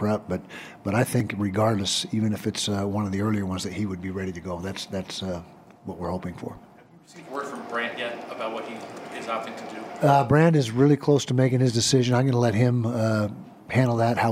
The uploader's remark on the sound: the post game press conference